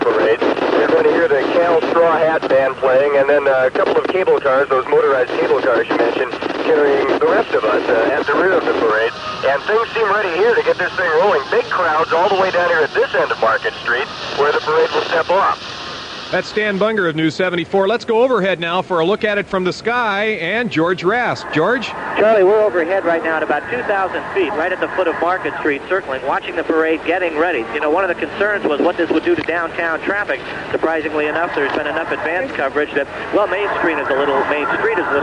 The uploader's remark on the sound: San Francisco 49ers Super Bowl XIX Victory Parade: Live Coverage January 21, 1985